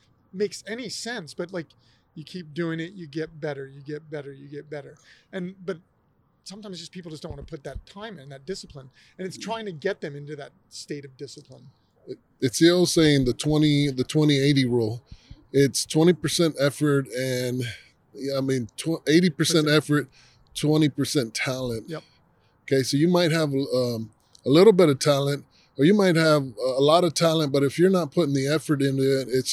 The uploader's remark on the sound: this episode is recorded out in phoenix during super week during their incredible smocks and jocks event!